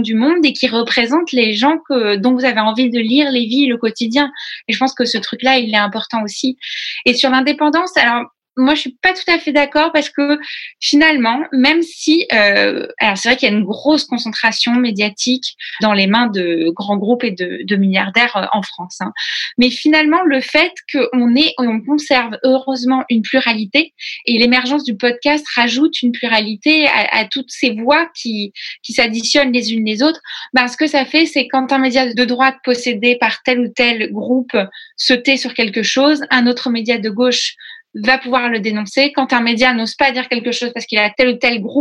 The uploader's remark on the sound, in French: sur Zoom pour un enregistrement en public le 9 juin 2020